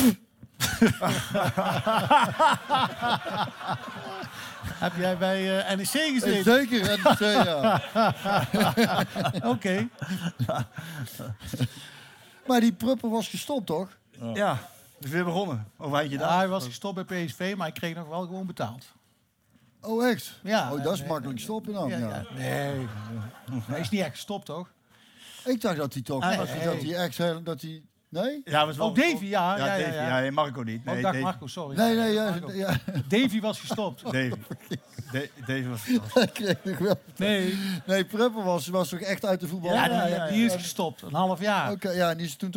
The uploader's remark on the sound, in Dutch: De 100ste Skiete Willy met publiek in De Verlenging!